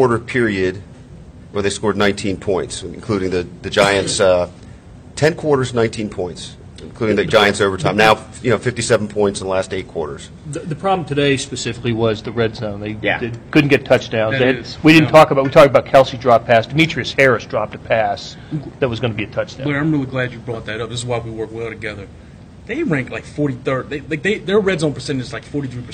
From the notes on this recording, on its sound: live from Arrowhead Stadium